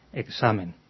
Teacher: Y si esa pronunciación nos resulta demasiado fuerte, entonces podemos suavizar un poquito la K y convertirla en el sonido G · Term: La G suave